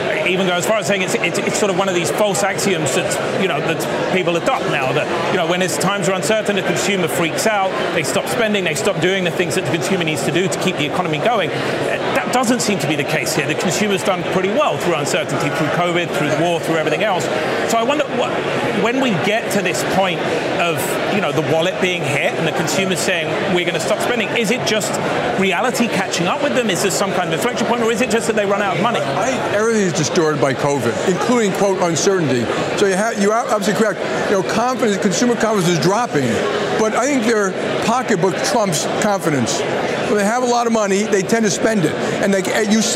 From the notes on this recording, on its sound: They speak at the 2023 JP Morgan Global High Yield & Leveraged Finance Conference in Miami Beach, Florida.